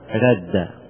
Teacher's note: أصل كلمة رد ردد، فعندنا مثلان وتحرك ففي هذه الحالة أدغمنا الدال في الدال وقلنا رد، لأنه طبعا أولا في كلمة واحدة ولا لبس. · Term: الإدغام في المثلين